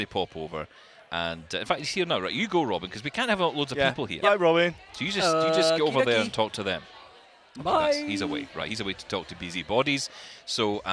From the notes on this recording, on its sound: interviews we have recorded at Sight Village